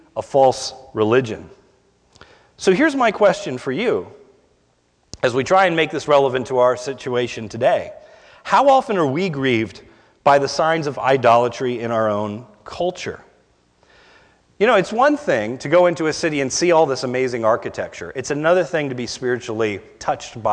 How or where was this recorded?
large echoing room